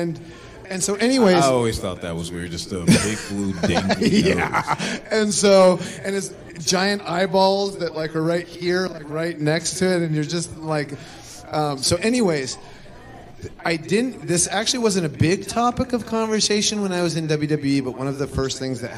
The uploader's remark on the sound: Recorded live at Starrcast VI in Chicago, Illinois.